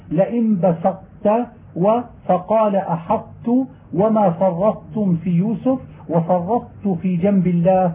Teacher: تدغم الطاء في التاء ويبقى لفظ الإطباق ظاهرا كما يبقى لفظ الغنة عند إدغام كالنون والتنوين في أحد هجاء يومن، فالتشديد في هذا النوع متوسط غير مشبع ليبقى بعض ما كان في الحرف المدغم.